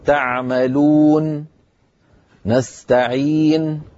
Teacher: مد العارض للسكون حركتين معناها ما مددنا زيادة عن الطبيعي، إذن كأن السكون الذي جاء في النون تعملون، هذا السكون كأنه ما جاء.